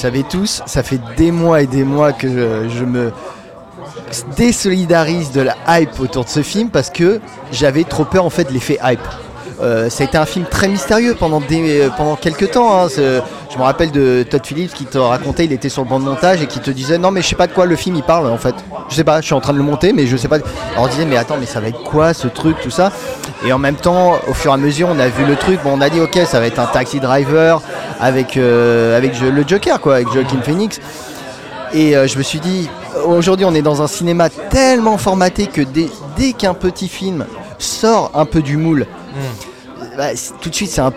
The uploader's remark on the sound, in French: Enregistré au Hurling pub (8 Rue Descartes, 75005 Paris), le vendredi 11 octobre 2019.